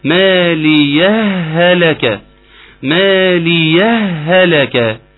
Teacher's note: ان احنا الهاء الاولانية هتدخل في الهاء التانية، والهاء التانية تبقى مشددة · Term: هاء مدغمة